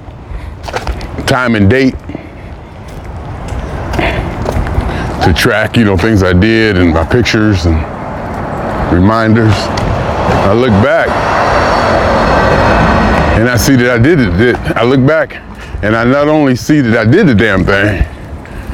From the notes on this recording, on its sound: Me Walking Talking